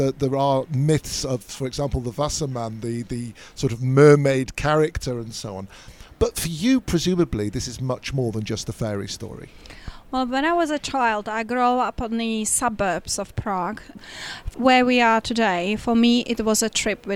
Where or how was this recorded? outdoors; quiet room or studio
outdoors